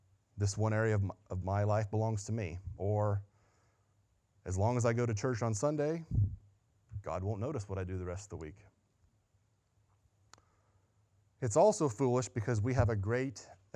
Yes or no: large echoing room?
yes